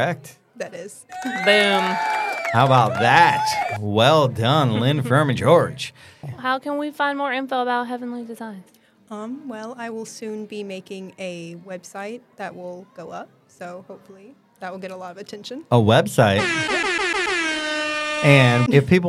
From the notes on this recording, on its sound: This episode is unique as the recording took place during our Jingle Fest event. Jingle Fest is an annual event, hosted by the Troy University IDEA Bank, which brings together student entrepreneurs, the local community, and loads of holiday cheer!